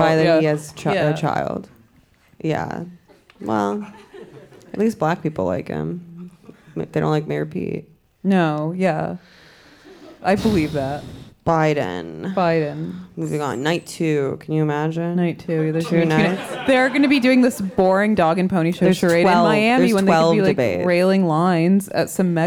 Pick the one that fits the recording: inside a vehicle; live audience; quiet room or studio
live audience